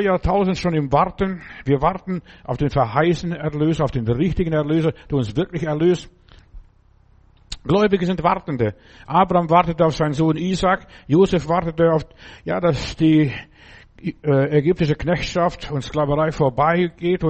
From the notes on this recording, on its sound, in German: im Gemeinde-Zentrum in Berlin aufgenommen